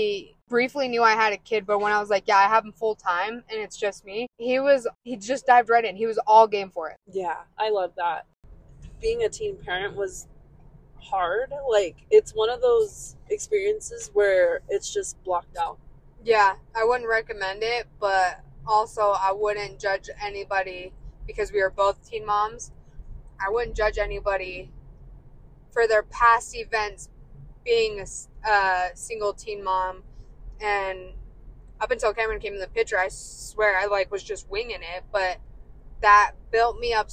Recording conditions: poor microphone